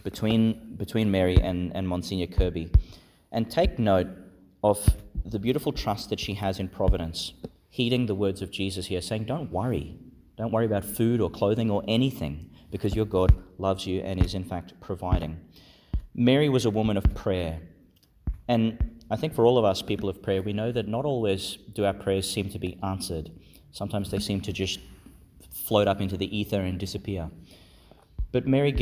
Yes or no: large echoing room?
yes